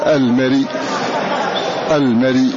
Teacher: فنقلنا حركة الهمزة إلى الساكن قبلها وحركناه بحركتها وحذفناها فيقول نقول المري.